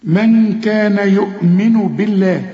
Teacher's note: بالله طبعا مرقق علشان الباء مكسوره